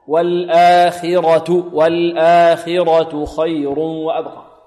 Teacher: نعطي الخاء مرتبتها من التفخيم وهي أقل مرتبة ونفخم الراء